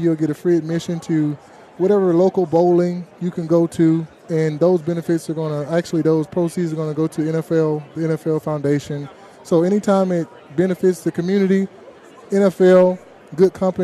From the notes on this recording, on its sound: Live from Super Bowl Radio Row.